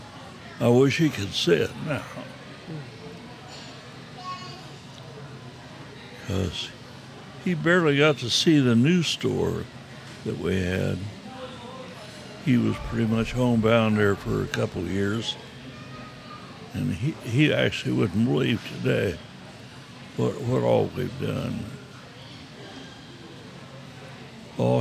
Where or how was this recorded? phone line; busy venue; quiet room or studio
busy venue